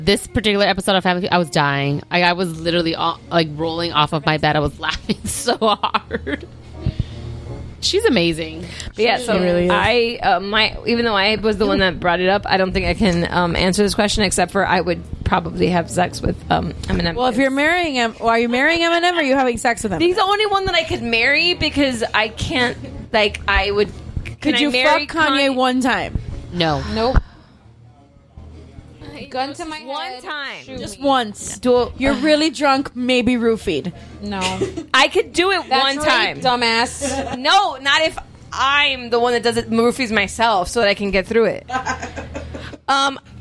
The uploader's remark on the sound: Podcast guerrilla style, on location at happy hour! We apologize in advance for how crazy this episode sounds!